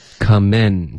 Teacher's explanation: 结尾的 n 的音你要顶舌尖，不能发 coming in 的这个后鼻音